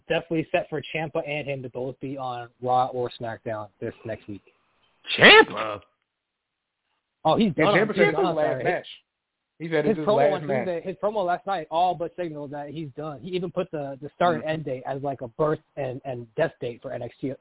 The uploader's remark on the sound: Live phone calls and more.